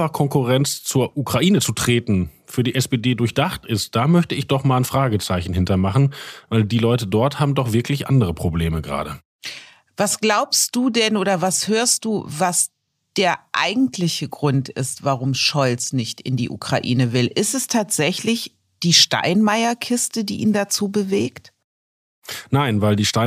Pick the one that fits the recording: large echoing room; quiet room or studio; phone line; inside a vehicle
quiet room or studio